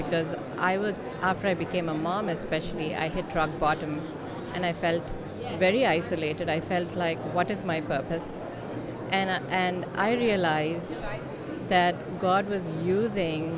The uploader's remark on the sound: LIVE from NRB 2022!